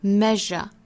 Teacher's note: 它是一个浊辅音，我们要注意发浊辅音的时候声带都是震动的